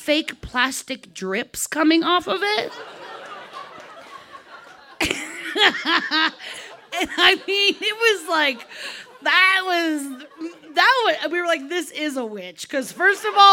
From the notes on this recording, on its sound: Buntport Theater, the home of our Denver show. This story was recorded live on 19 April 2017 at Buntport Theater in Denver, Colorado.